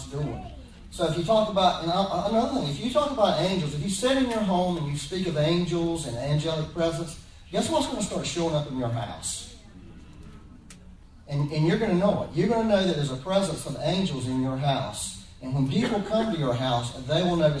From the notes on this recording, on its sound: Please excuse the poor audio quality. We had to use a back up recording method for this Sunday.